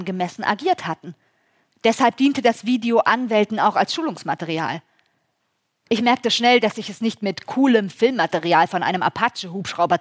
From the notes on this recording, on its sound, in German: in Hamburg vor Publikum stattfand und per Livestream übertragen wurde